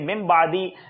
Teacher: میم سے بدل کر غنہ کر کے پڑھیں گے · Term: اقلاب